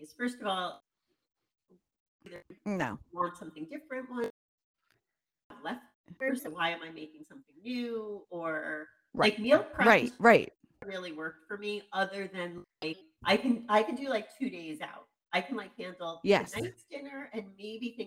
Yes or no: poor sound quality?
yes